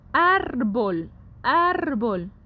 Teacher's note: Ar es una sílaba tónica, se pronuncia con mayor fuerza y lleva un acento gráfico, lo pueden ver.